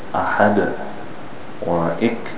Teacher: Shidda is when it stops sharply, such as ahad or ik.